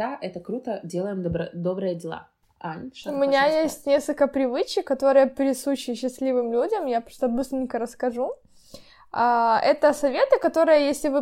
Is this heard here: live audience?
no